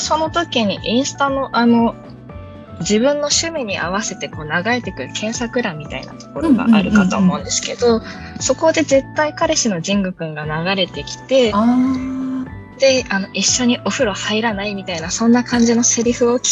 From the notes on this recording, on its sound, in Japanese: ファンのリスナーさんたちとzoomで座談会をしました